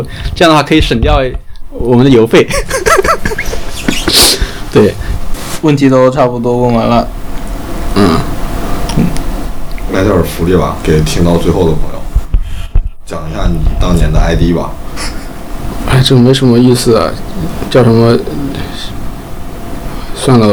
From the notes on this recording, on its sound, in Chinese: 友情提示：本期背景噪音比较大，请大家酌情收听